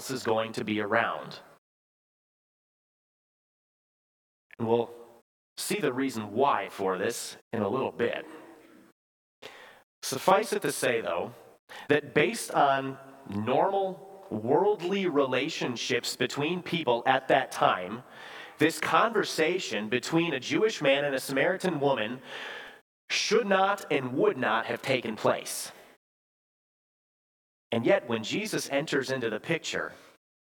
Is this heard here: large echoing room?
yes